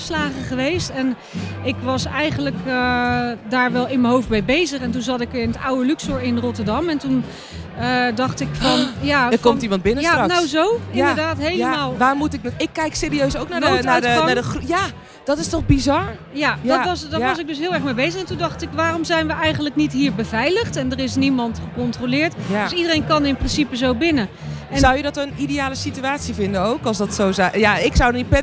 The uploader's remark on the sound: Recorded live at the International Film Festival Rotterdam